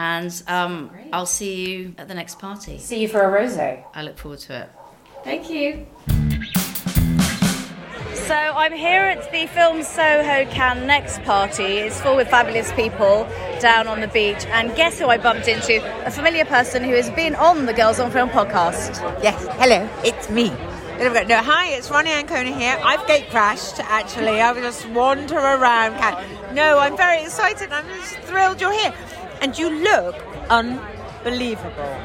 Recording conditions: busy venue